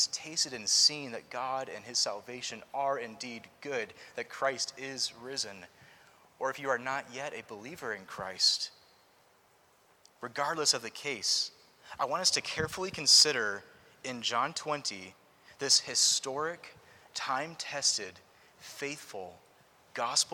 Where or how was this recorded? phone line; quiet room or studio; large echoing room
large echoing room